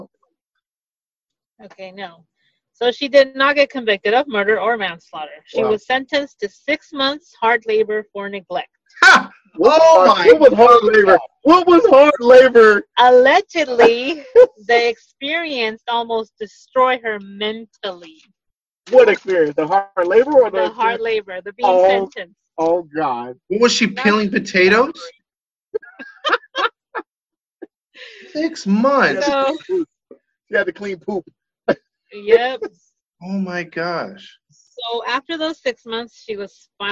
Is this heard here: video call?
yes